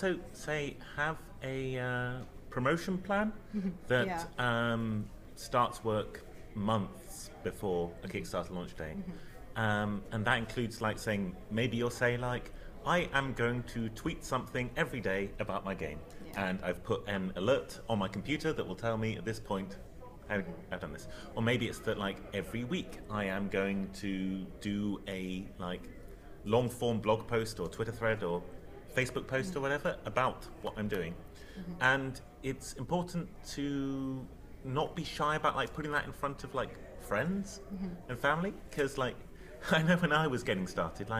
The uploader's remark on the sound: Live at Dragonmeet 2019! Three members of the UKIRPGL business talk panel met in person on the 30th of November, at Dragonmeet in London. In our first ever live recording. As well as taking questions from the audience!